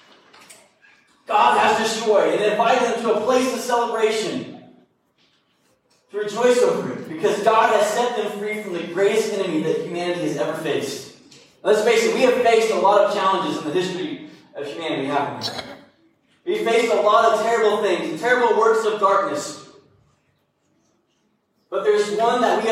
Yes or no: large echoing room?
yes